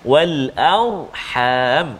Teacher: jadi ra tu bunyi tebal